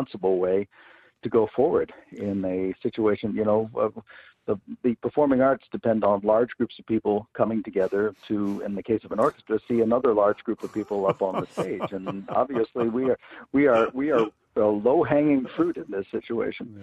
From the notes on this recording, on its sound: We opened lines to talk with listeners